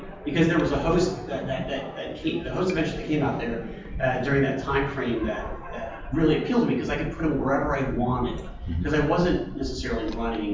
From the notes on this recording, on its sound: Live at Gamehole 2023! We discuss settings with our live audience!